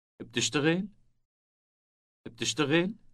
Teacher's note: the question is formed by rising intonation only